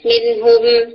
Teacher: کوئی لیٹر آ جائے، یعنی حمزہ ہا، عین ہا، غین خو، تو آپ نون کو مکمل طور پر ظاہر کر کے پڑھتے ہیں · Term: اظہار الحلقی